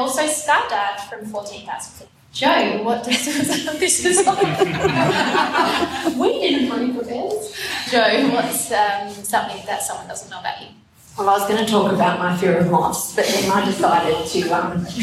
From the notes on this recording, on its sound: Adelaide Summer 2021. Live recordings from our much loved Seasonal Salon series.